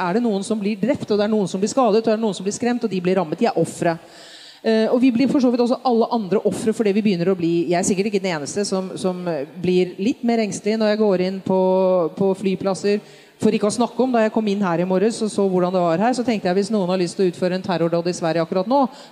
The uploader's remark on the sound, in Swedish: Spelar in avsnittet inför publik på bokmässan i Göteborg.